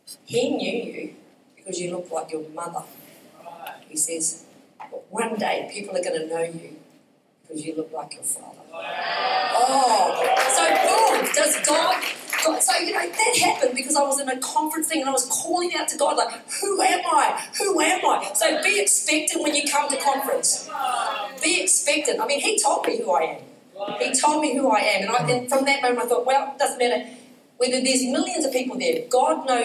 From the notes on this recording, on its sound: Recorded during our Melbourne East service on Sunday, the 25th of June 2023